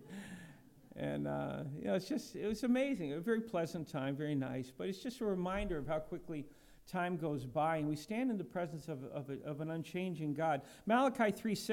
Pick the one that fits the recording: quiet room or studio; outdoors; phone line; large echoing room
large echoing room